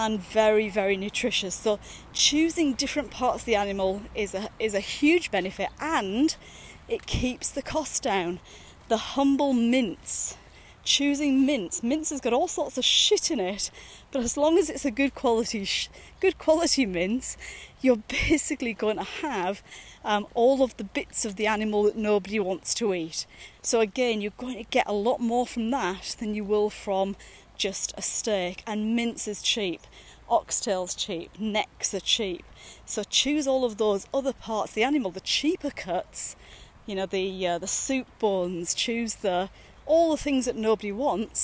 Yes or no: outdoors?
yes